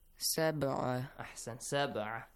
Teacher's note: The letter ba has to be pronounced with qalqala sound.